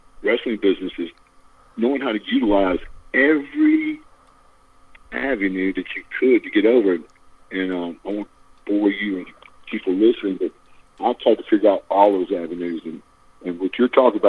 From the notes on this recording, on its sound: Over the phone.